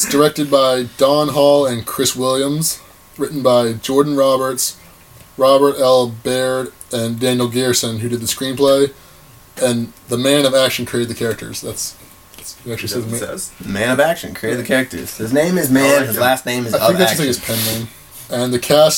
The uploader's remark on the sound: It's the second podcast, and things still sound terrible.